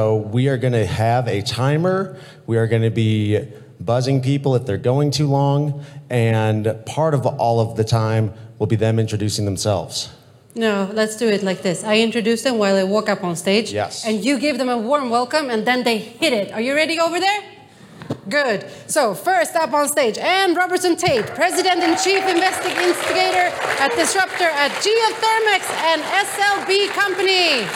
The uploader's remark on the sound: Live! From the Geothermal Rising Conference. Talks with guests while on stage at the annual Geothermal Rising Conference in Reno, NV.